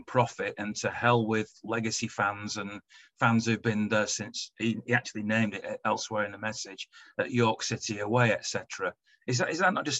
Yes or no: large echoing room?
no